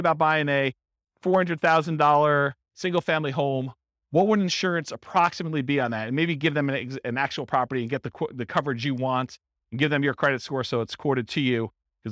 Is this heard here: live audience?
yes